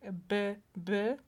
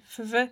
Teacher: jeden dźwięk by, by jest zwarty, czyli zatrzymujemy powietrze, a drugi dźwięk jest szczelinowy